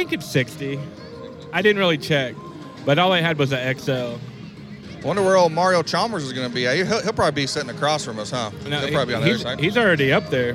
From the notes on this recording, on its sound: Live From Press Row. On this episode we do our first live on location from Charles Koch Arena for the Wichita Skykings game.